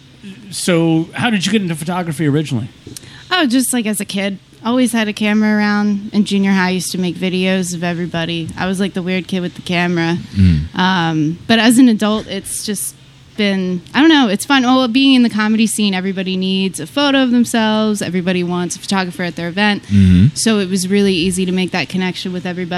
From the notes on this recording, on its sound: We were set up to record on the third floor at The Raven Lounge on Sansom Street. Our guest never showed.